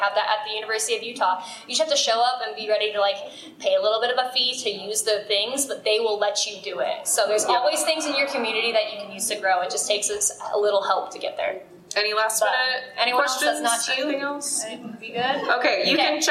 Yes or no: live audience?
yes